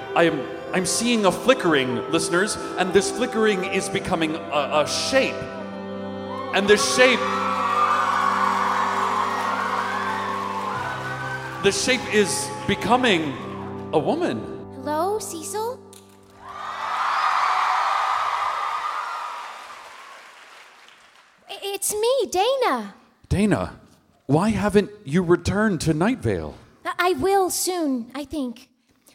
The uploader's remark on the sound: This episode was recorded live at The Town Hall in NYC.